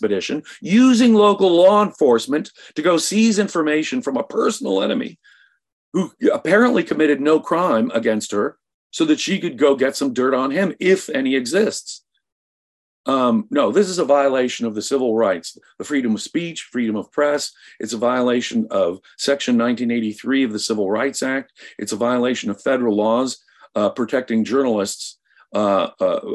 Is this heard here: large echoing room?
no